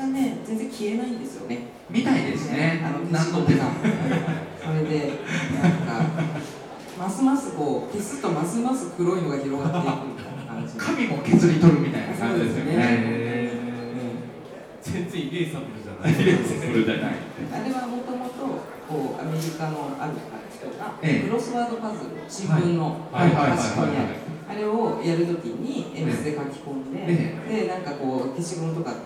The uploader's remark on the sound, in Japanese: 今回も特別編として、2018年春に開催された、文具と紙と暮らし市での、ホジラジ公開収録の模様をお届けします。